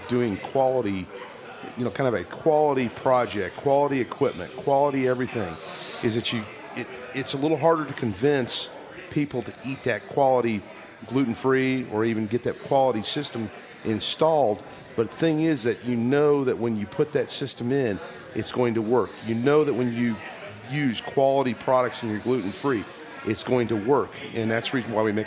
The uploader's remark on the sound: We're live from Salvage Restaurant in Aurora!